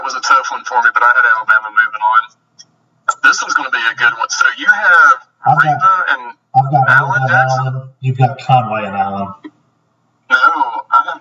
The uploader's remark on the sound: the sound quality is worse